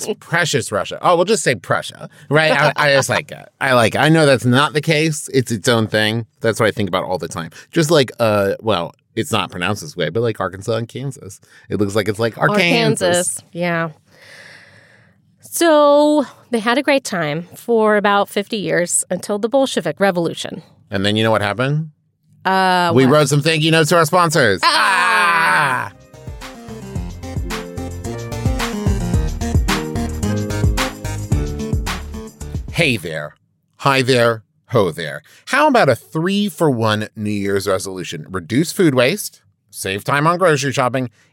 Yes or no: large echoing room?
no